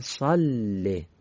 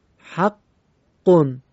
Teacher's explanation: مکس میکنیم و لام رو دو بار میخونیم که اولین بار حالت ساکن داره، دومیش با حرکت خودشه. صله، ببینید اول لام حالت ساکنه. · Term: تشدید